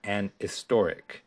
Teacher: very often the H sound would sort of be omitted in the pronunciation of that word.